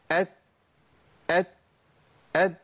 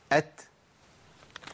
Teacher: الصوت بينقطع واللي بيمشي النفس · Shown in: second take · ودي صعوبتها. · Term: الهمس